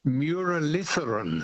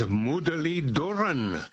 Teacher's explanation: It is Mudaliduran. Yes, the TH is a D, which is a dental T · Shown in: second take